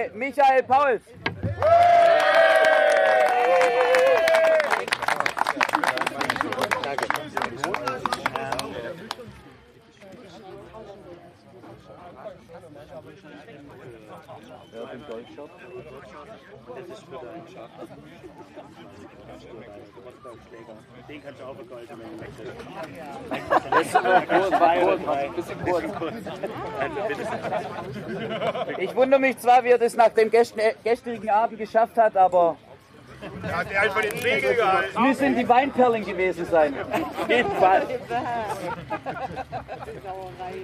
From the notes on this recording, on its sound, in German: live Vor Ort in Weinstadt vor das Micro bekommen